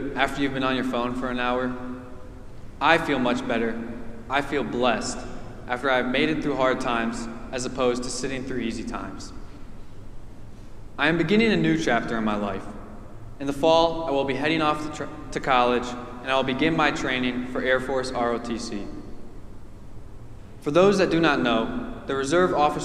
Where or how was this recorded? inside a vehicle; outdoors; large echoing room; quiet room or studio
large echoing room